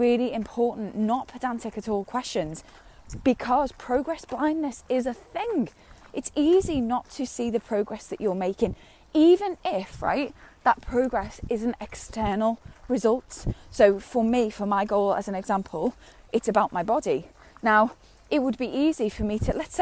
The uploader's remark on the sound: recorded on a dog walk